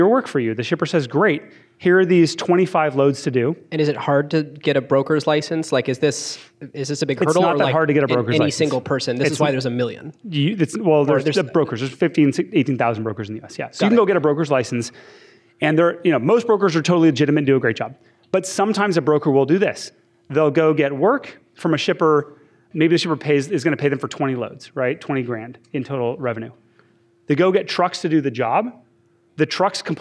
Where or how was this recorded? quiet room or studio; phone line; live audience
live audience